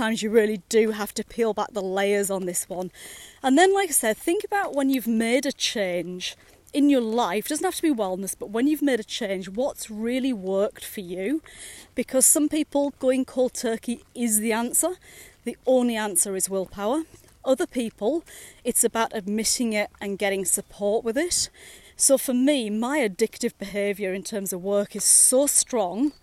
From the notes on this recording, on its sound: recorded during daily walks